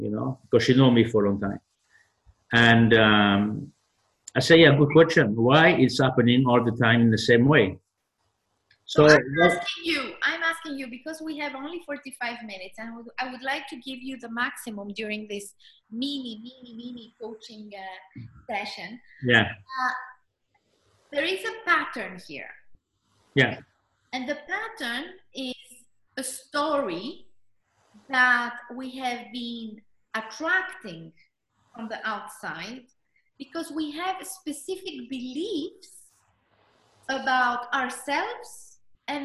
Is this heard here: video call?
yes